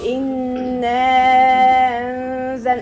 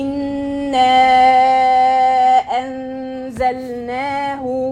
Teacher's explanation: أقاقي الهمزة بعد ما تجيبي المد ما تقوليش إنا أنزل، ما تسهليش الهمزة كده، حققيها وهتعمل المخرج بتاعها من تحت · Shown in: second take · قولي إنا أنزلناه.